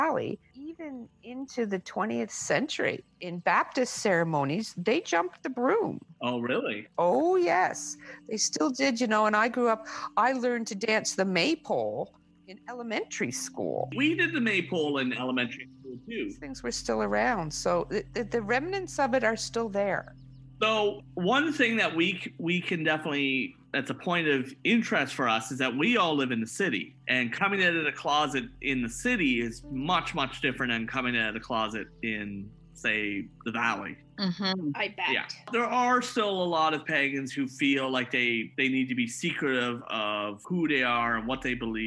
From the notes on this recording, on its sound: sit over zoom